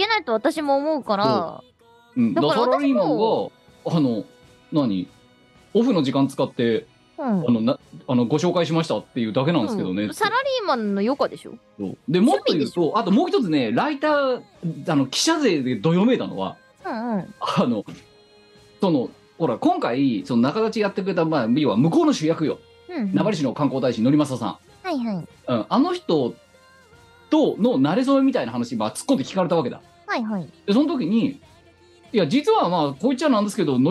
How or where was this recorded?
video call